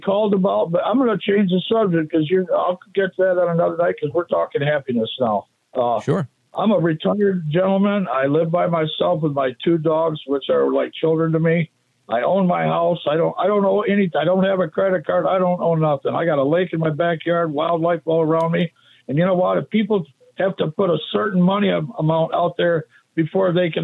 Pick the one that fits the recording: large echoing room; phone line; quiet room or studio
phone line